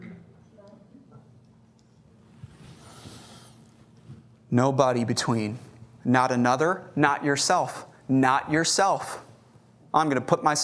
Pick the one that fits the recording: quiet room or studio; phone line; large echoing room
large echoing room